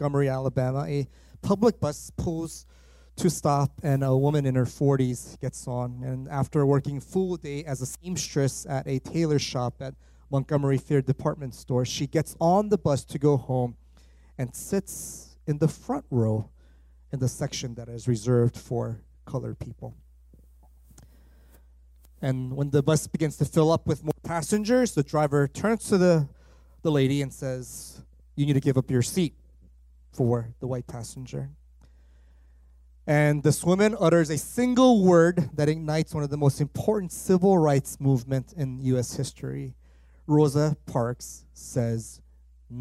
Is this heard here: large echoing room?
yes